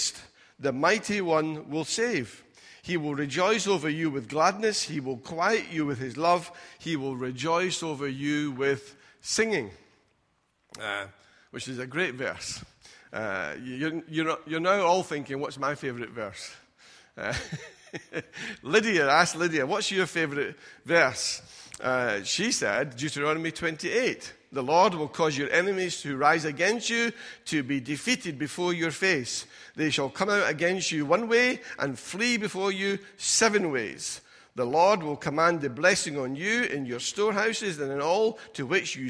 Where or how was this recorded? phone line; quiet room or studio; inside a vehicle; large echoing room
large echoing room